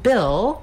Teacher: we have the vowel I, which is a lax high front vowel. Basically, that's the same vowel sound that's in did, and when you learn a lot of words and sounds surrounding that I sound, it's easier to do it in the word Bill.